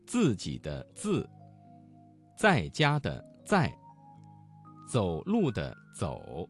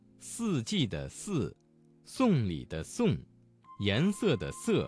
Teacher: z 和 c 要有爆破感， s 要有摩擦感